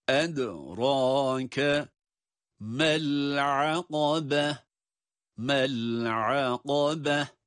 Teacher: اَدْرَاكَ derken ed dal harfi kalkale ile ve ince